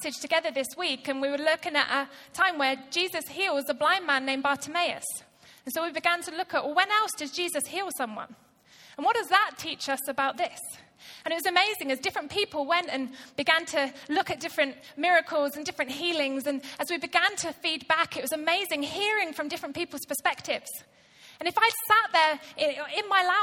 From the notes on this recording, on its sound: Recorded live at Life Church Lancashire on 27th January 2019.